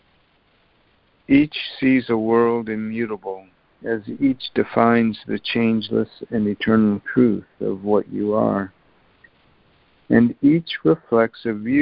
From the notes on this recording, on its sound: ACIM Daily Conference Call.